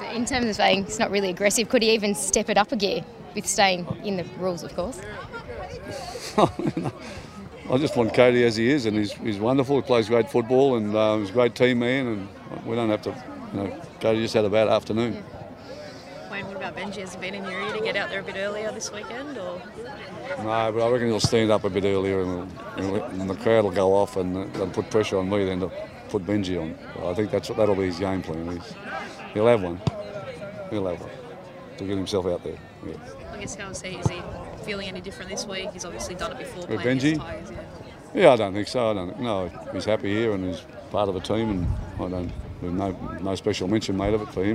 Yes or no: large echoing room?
no